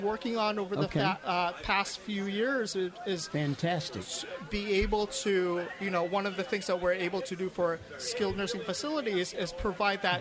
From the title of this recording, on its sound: Live from the Florida Health Care Association Convention